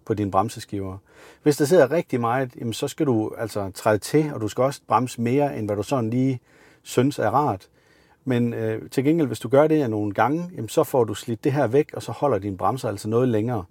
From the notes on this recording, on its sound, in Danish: Afsnittet idag er optaget i en Maxus Mifa 9